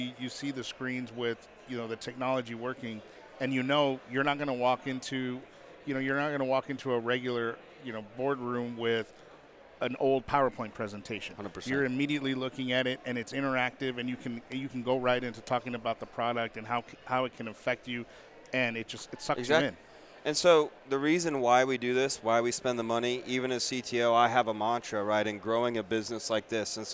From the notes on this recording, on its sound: In this special live episode of The IT Crowd Podcast, recorded at Corva's annual event, Corvacon.